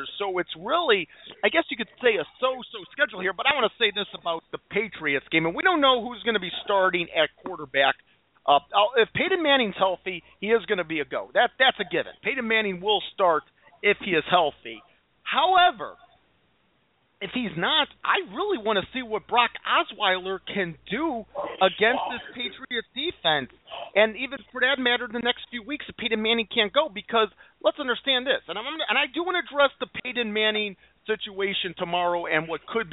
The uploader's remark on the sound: Your Phone Calls